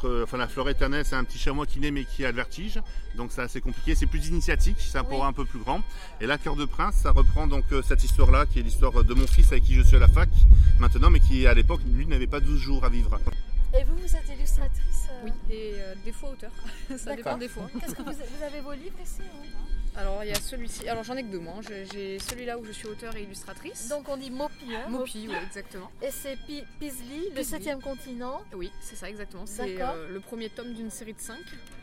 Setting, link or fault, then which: setting, busy venue